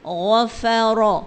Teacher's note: غَین موٹا ہے نا، اور را بھی موٹی ہے، درمیان میں فا کو موٹا نہیں ہونے دینا